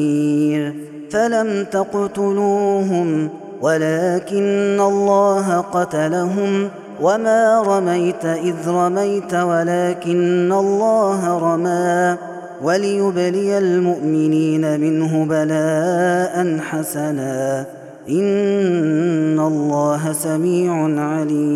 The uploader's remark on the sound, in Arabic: هذا التسجيل من صلاة التراويح